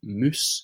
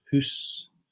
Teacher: they won't say mouse, they say moose, and then house is hoose · Term: Glasgow accent